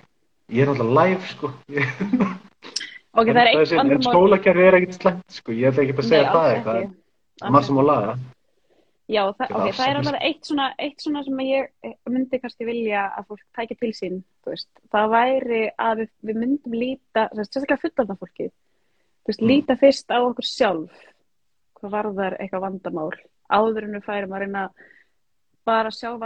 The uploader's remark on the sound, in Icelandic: tekið live instagram spjall